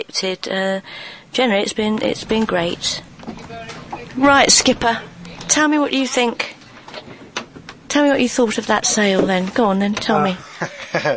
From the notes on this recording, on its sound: This is the second of two 20 minute podcasts recorded as we transited out from the canal and into the Gulf of Suez. If you've ever wondered what a Beaufort Force Seven (gusting eight) is like, we can now tell you.